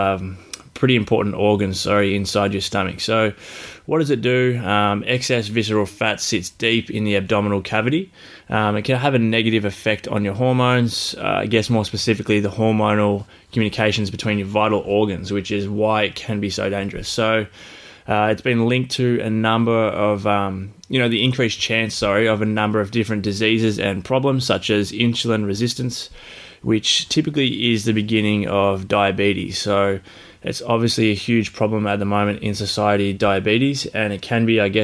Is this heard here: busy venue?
no